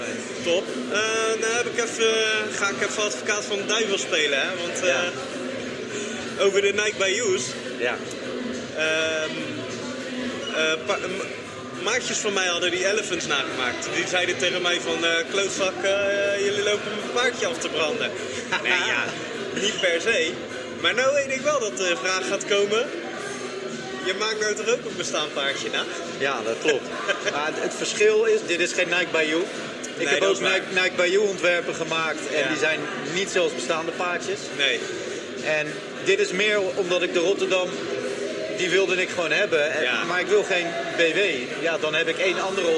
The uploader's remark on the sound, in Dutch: SneakerPraat - Episode 13 op Sneakerness. Het is een live-event dus er blijft wat rumoer op de achtergrond... Sneakerness Rotterdam 2023 is een feit.